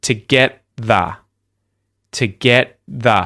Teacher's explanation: Just straight to it. Tongue comes up, stops the T, and then goes straight into the TH.